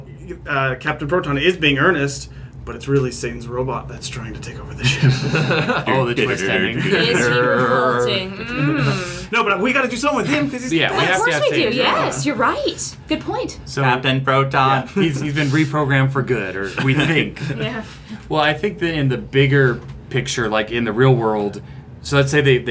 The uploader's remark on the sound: Live together at Star Trek Las Vegas in room 17001